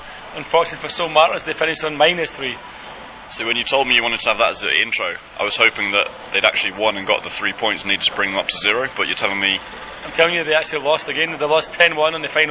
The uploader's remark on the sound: The boys obtain free tickets for the Korea v D'ja make 'er and record live from Sangam of their own accord.